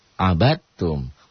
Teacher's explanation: Dal matinya ketemu tak. Dalnya enggak dibaca.